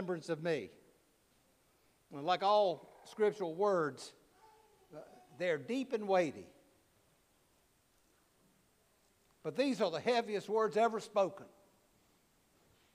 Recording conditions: large echoing room